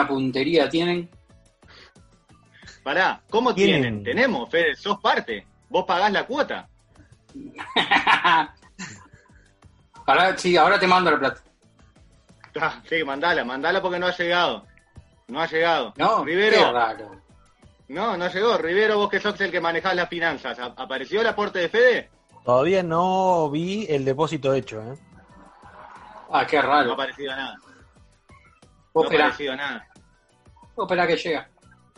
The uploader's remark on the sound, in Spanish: lo hicimos DESDE CASA, usando la ya famosa aplicación Zoom.